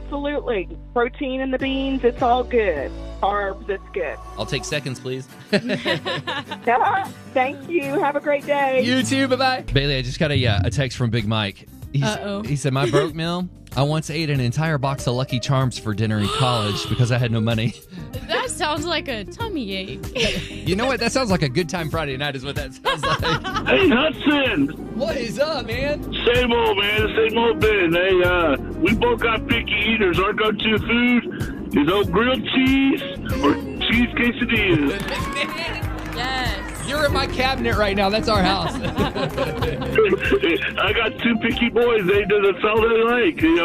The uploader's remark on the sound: Listeners call in to share their recipes as well. On 94.9 KLTY!